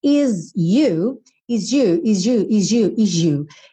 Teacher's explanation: Aqui também com a velocidade, is you, is you, is you, is you, is you. Esse S acaba soando um pouco com o J.